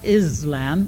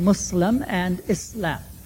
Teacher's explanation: It can be pronounced as an S. And in the English language, the consonant cluster, S-L, is not pronounced zl, it's pronounced sl. · Shown in: second take · So it is possible for us to say Muslim and Islam.